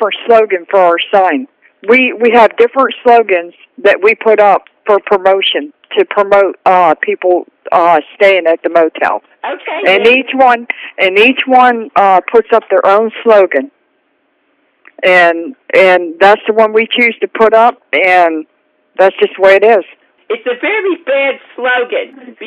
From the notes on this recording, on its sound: Prank Phone Calls